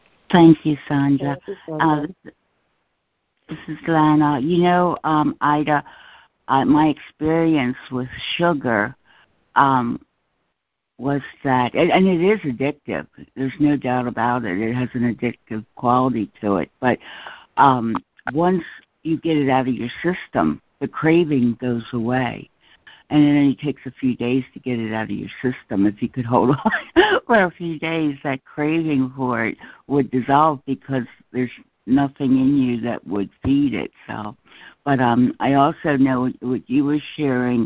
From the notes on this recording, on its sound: ACIM Daily Conference Call.